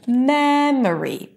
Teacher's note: if we take the word memory, the primary stress is on the first syllable